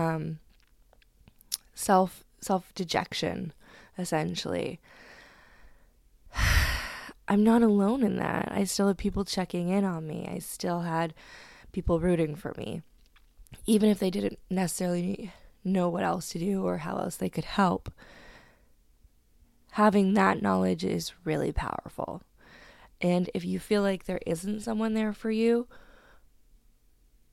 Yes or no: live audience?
no